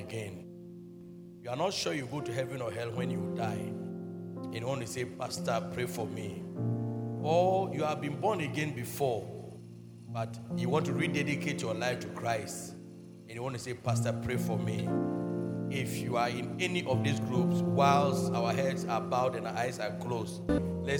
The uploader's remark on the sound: Preached at Loyalty House, Abbey, Dahwenya.